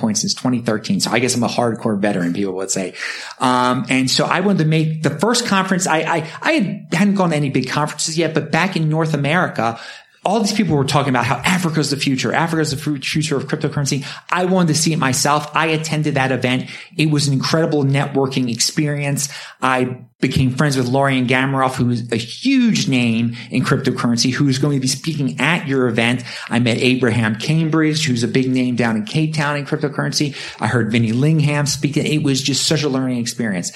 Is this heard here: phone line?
no